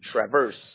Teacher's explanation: the accent is on the First syllable instead of the second